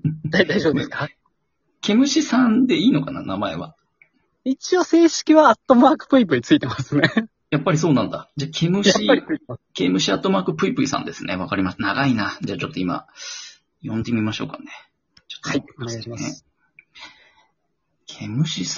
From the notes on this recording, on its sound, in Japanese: Radiotalkアプリの「リモート収録機能」を使って、ラジオトーカーさんをお友だち数珠繋ぎ方式でゲストにお呼びしていきます！笑い声あり。